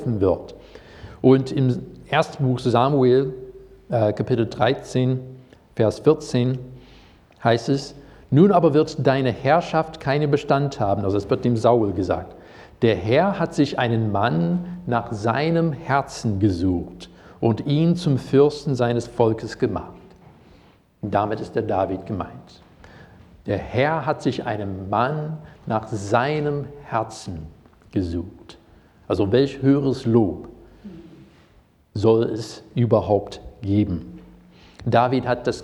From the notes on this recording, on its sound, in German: Predigt aus dem Gottesdienst